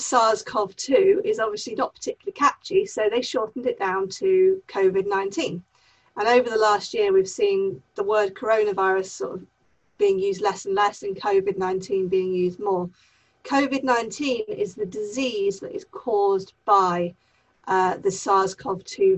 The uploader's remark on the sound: Pandemic Zoom Special